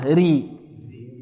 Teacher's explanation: وترقق إذا كانت مكسورة ري